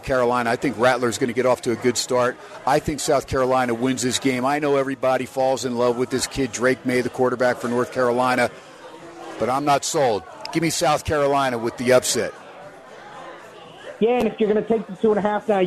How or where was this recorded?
busy venue